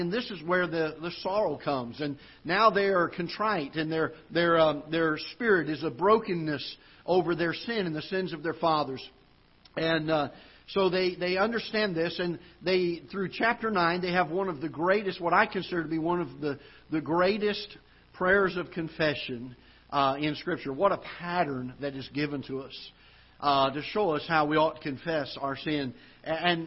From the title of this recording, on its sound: Ketha Heights Baptist Church ~ Live Broadcast